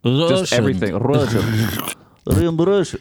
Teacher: You have to roll the R's more. · Term: Russian accents